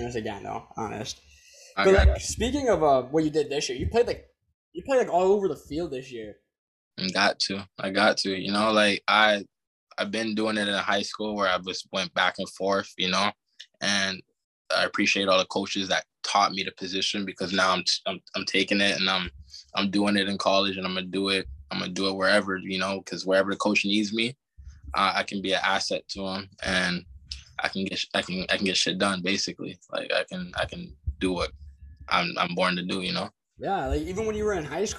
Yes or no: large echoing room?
no